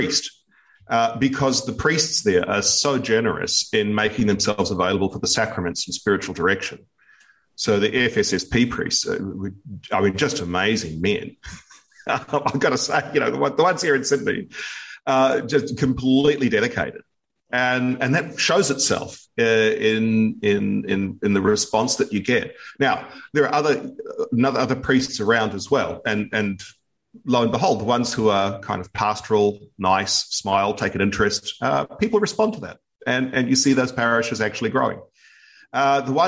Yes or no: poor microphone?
no